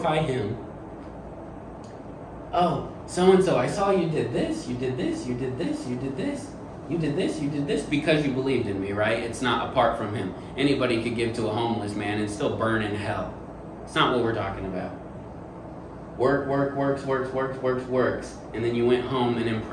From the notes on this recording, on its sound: This sermon that was preached at first love church.